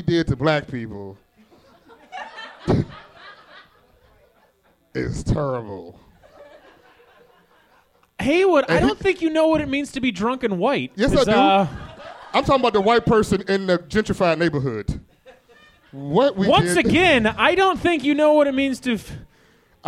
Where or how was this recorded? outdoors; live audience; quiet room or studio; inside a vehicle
live audience